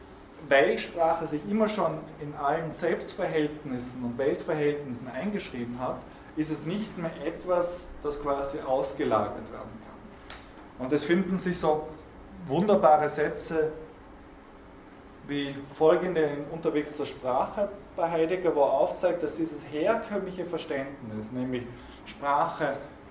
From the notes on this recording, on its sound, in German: Diese Vorlesung wurde von Studierenden aufgenommen